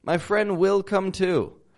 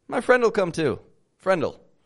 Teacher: You drop the W from will and you contract it to the word before it. · Shown in: second take